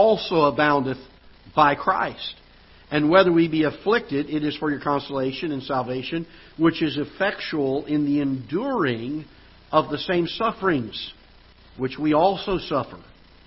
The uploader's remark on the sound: Ketha Heights Baptist Church ~ Live Broadcast.